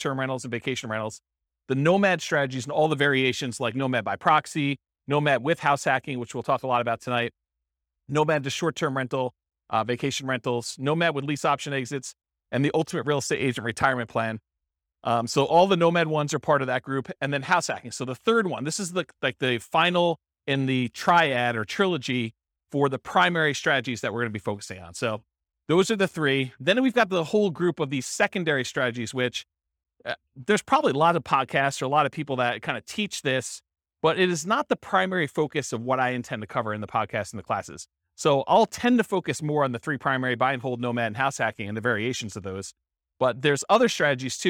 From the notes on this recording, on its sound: This was a live class recorded